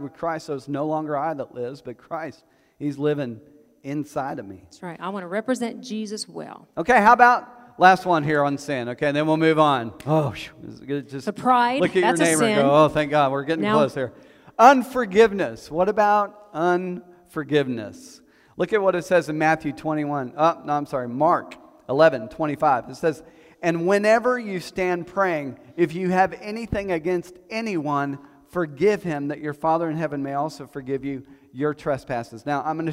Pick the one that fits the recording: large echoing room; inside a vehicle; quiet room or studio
large echoing room